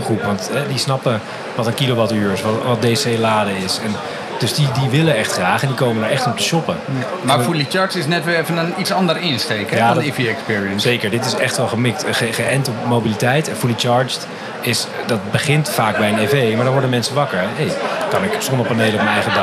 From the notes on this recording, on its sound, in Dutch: Een serie speciale afleveringen opgenomen op de EV-experience op het circuit van Zandvoort.